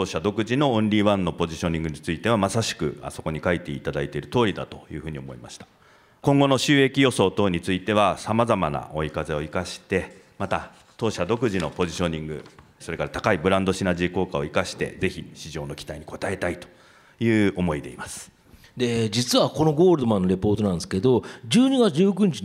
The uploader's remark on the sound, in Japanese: 2019年1月19日、東京・三田の建築会館で行われた「ラジオNIKKEI 相場の福の神 注目企業ＩＲセミナー」から